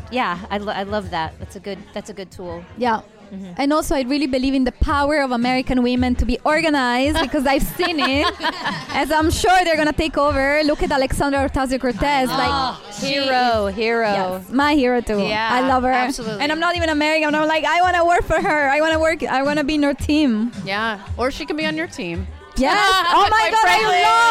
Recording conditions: busy venue